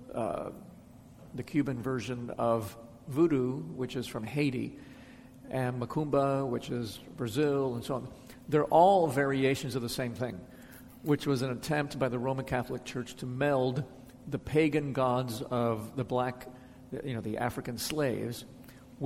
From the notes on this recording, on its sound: answers questions from the audience.